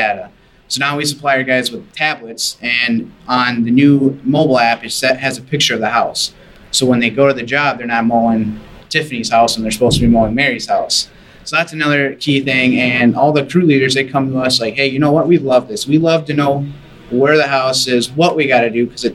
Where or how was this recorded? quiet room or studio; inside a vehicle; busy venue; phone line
busy venue